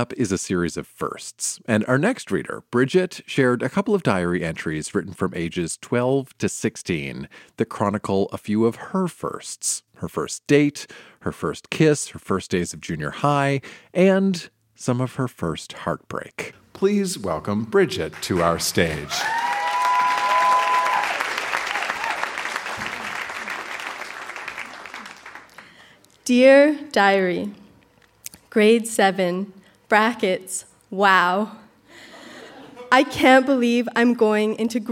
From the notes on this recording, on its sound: Recorded live at the Park Theatre in Winnipeg.